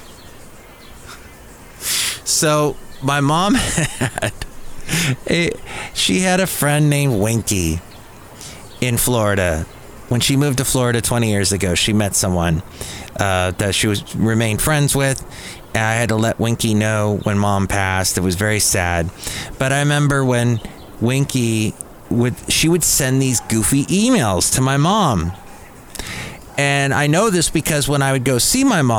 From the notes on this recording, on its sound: podcasts live from Café Anyway